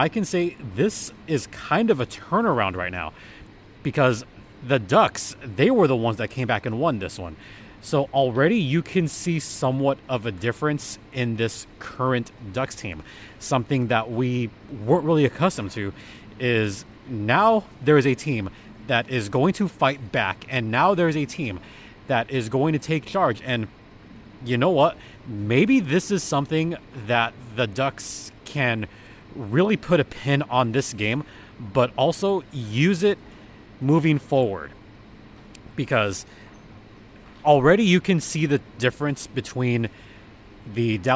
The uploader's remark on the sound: Records from Acrisure Arena following the game.